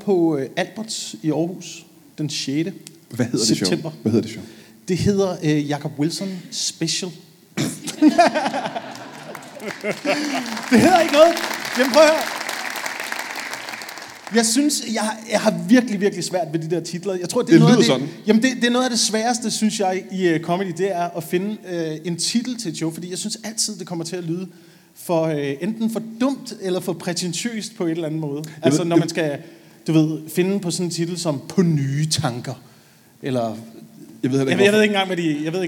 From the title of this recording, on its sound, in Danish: LIVE fra Kjellerup